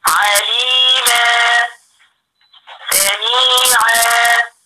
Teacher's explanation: شلت التنوين المنصوب وعوضت مكانه بحركتين وسميته مد عوض. عوض عن التنوين اللي انا شلته.